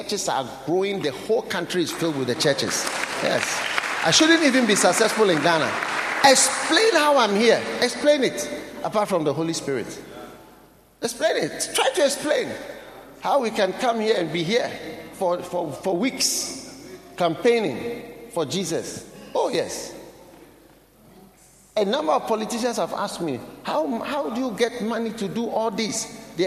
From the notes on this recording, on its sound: Preached at the Nakpanduri Pastors‘ Conference.